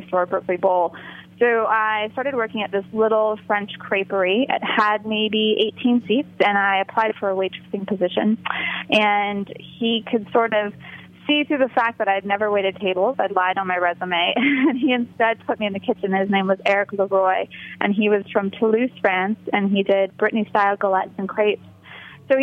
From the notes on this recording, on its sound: joined via phone